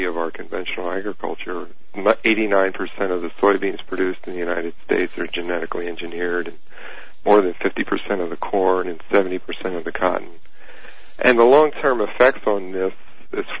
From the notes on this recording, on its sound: Open Phone Lines on Heathy Talk-HTR: Listener Questions. Take listener calls.